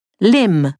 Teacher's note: some consonants aren't pronounced at all? The B in limb, for example.